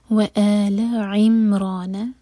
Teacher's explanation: تو عین حلق سے، عمرانہ نہیں کہنا